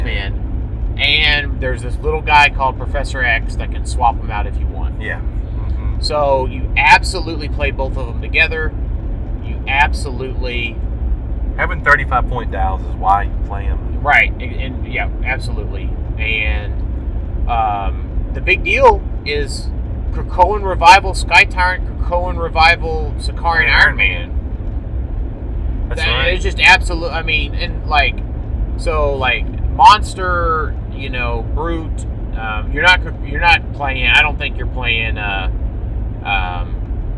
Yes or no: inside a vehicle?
yes